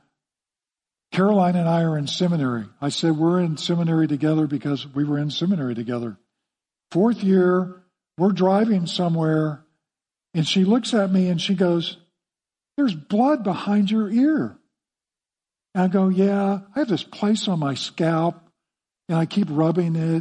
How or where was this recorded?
large echoing room